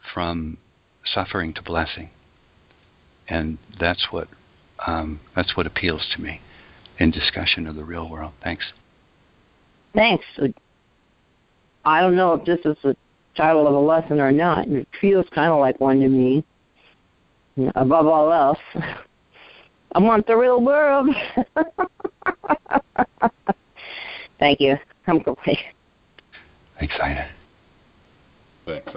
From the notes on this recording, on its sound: ACIM Daily TEXT Conference Call